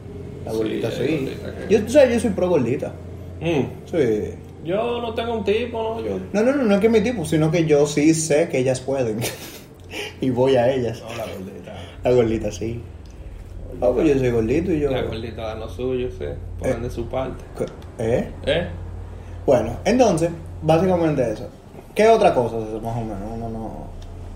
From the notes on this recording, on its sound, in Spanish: Primer programa de ensayo, donde grabamos con: Un celular, jugando play, en una sala, y más lejos que el diache del mismo cel.